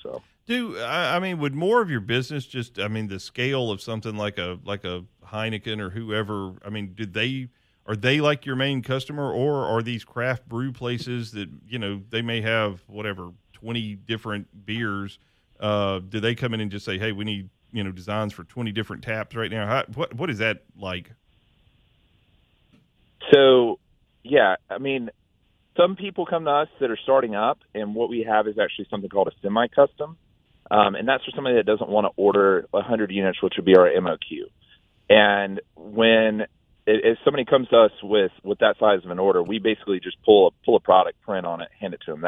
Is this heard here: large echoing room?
no